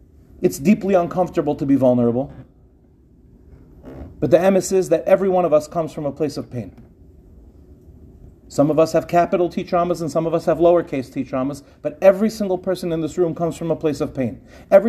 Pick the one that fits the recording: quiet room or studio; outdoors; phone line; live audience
live audience